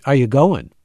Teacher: if you're from Pittsburgh, are you going? You know, the voice goes sort of up in that direction. It's a definite kind of Pittsburgh distinct locution.